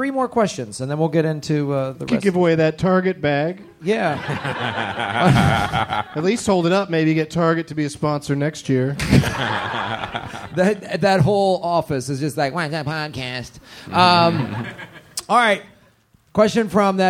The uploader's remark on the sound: RECORDED IN FRONT OF LIVE AUDIENCE AT 2015 AUDIBLE LA PODFEST.